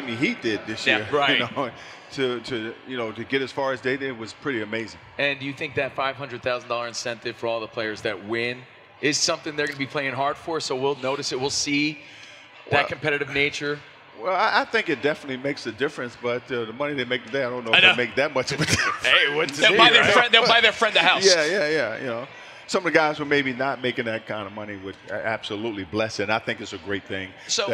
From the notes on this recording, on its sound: live again from NBA-CON in Vegas